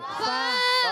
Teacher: اوپر والے دانتوں کے کنارے جب نیچے والے ہونٹ کے تر حصے سے لگتے ہیں تو ادا ہوتا ہے